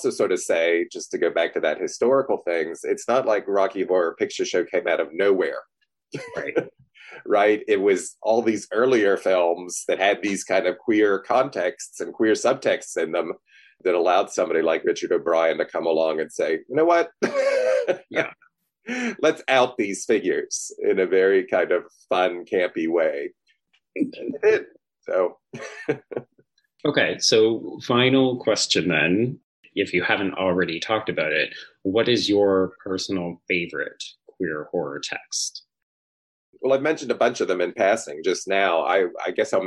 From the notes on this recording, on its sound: The interview was done on Zoom so the audio isn't great.